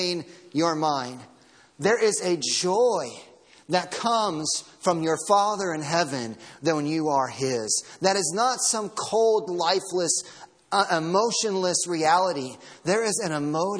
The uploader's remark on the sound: Sermon audio from Sunday morning.